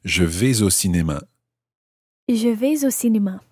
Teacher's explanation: running your S into the O